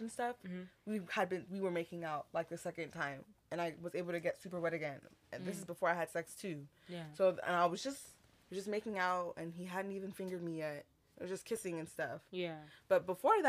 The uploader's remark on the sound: We apologize for the low sound on this episode we are still trying to get used to the mics.